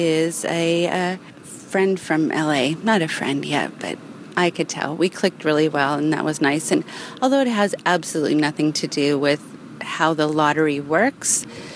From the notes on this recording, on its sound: I tour a mixed income 'Community Housing' development in Davis. I take a walk around the outside.